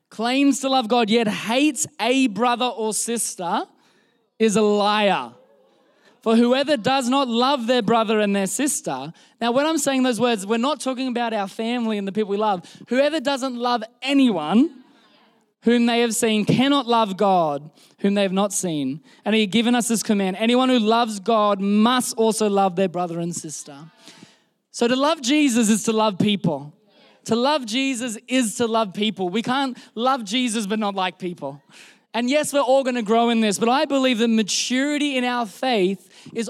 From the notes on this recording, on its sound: This was recorded in our Melbourne service on the 20th of November, 2022